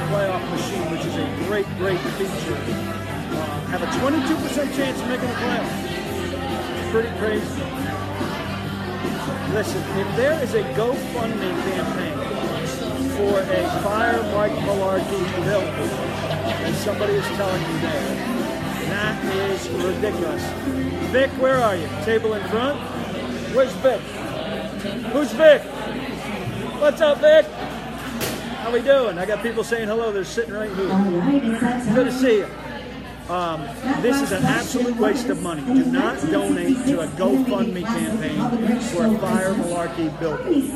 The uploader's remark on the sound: live from Old School in Cool Springs/Franklin